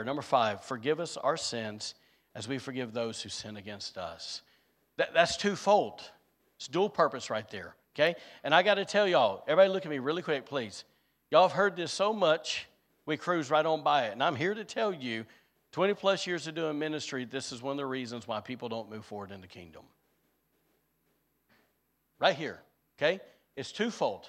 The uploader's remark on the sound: was recorded on Sunday, March 19th, 2023, during service at The Anchor Church in Rockport, Maine